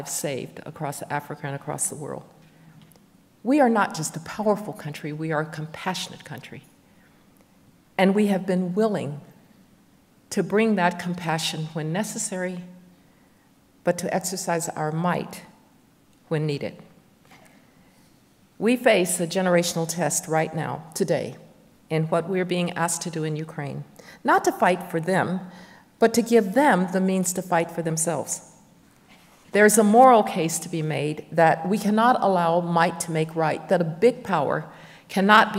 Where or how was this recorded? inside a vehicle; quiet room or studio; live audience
live audience